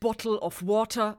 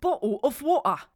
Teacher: Estuary-Englisch äußert sich unter anderem darin, dass manchmal das T ersetzt wird durch eine Pause · Shown in: second take · und das L gerade am Ende von Worten ausgesprochen wird wie ein W.